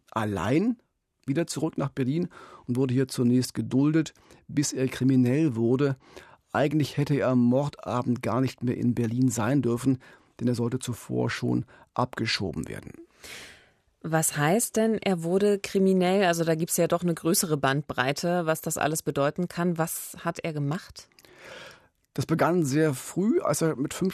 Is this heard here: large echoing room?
no